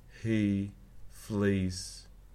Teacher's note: those E sounds are sometimes realized with a more central beginning